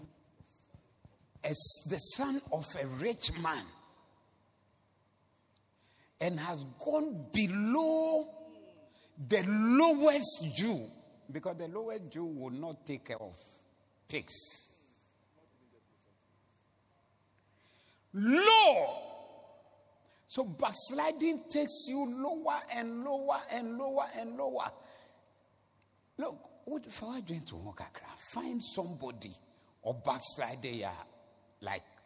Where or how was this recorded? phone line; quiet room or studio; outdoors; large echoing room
large echoing room